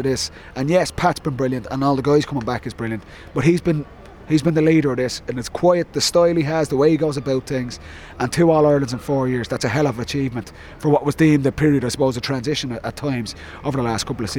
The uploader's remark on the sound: live from Croke Park